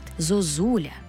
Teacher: Отже, наша «о» буде наближеною до «у». Бо наступний склад є наголошеним складом з «у».